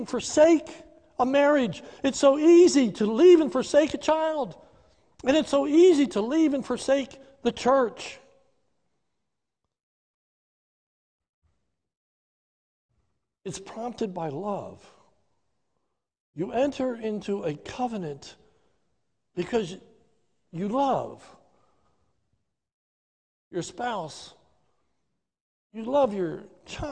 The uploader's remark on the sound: This is a sermon recorded live at the Lebanon Bible Fellowship Church in Lebanon, PA during the morning service.